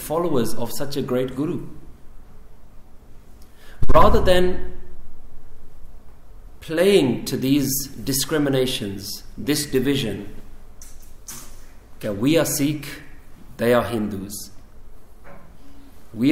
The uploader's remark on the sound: Recorded in November 2015 at Central Gurdwara Khalsa Jatha, Shepherds Bush, London UK.